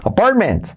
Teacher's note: La aspiración la produce la P